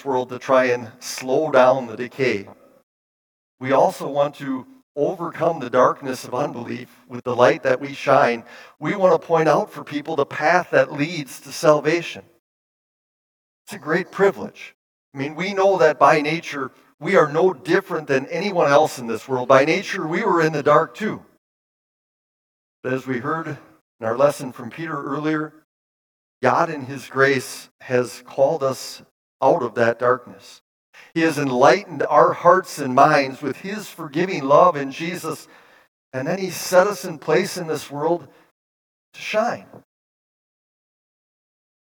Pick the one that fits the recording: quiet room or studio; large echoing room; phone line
large echoing room